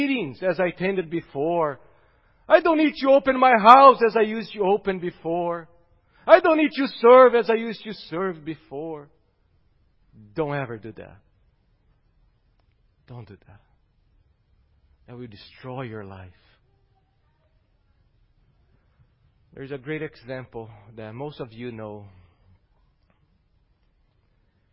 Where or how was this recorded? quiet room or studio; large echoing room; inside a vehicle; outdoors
large echoing room